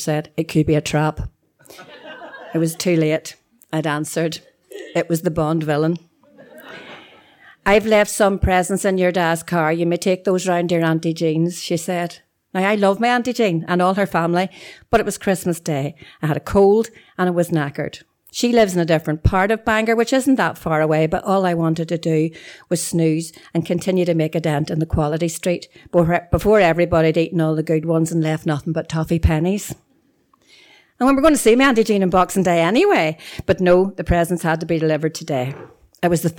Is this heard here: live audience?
yes